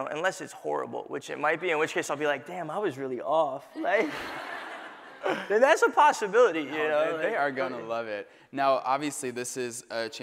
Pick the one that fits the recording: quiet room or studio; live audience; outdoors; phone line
live audience